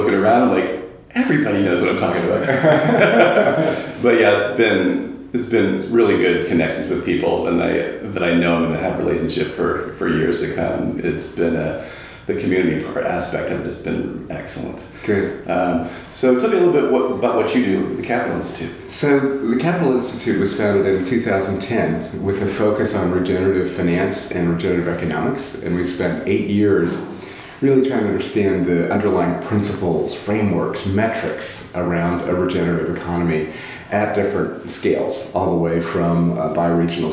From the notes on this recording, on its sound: Recorded at the ReGen18 conference in May 2018. Sits down for an in-person interview. Recorded at the ReGen18 conference.